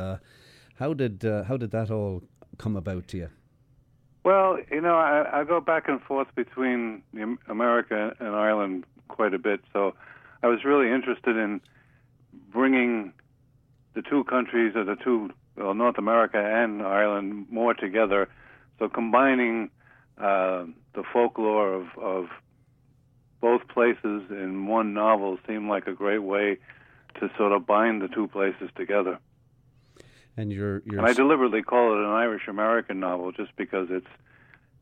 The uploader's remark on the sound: Is on his own in studio but joined by a few guests via phone. Calls from Ireland. Rings in from NY.